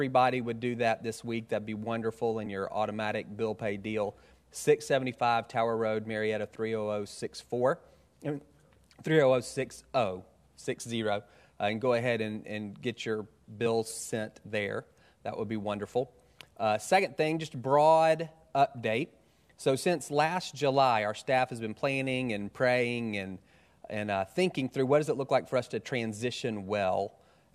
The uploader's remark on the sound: Final Service at Roswell St. Building